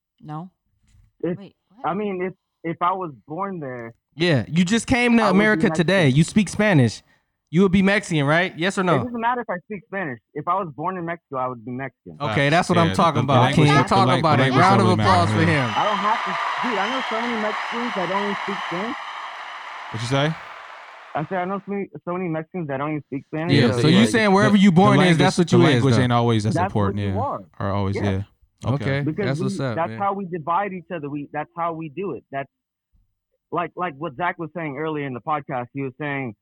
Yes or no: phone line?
yes